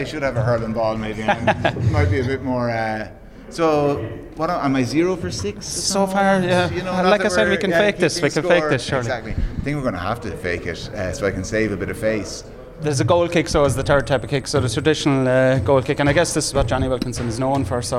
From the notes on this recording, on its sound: The Hard Shoulder was LIVE from the International Rugby Experience in Limerick City